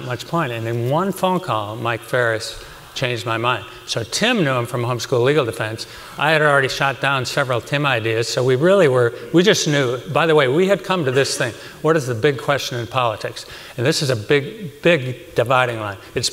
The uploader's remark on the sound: This interview was originally recorded at the 2019 COS Leadership Summit.